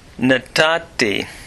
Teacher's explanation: Notice it's a pay noon verb, and the second noon, or the final noon of the verb, has assimilated into the tav, showing the doggish forte in the final tav.